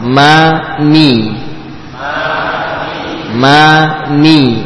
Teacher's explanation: sama-sama membuka, namun perbedaan pada lidah. Ma, lidahnya diam. Mi, tengahnya naik.